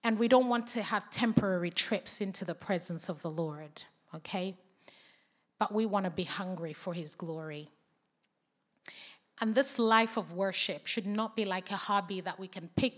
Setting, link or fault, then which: setting, live audience